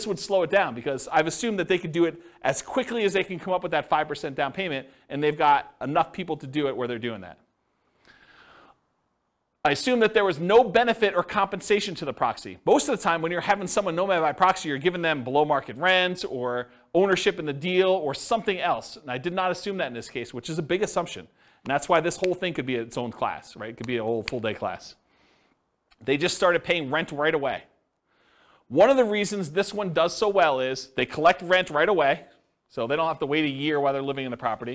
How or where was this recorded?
live audience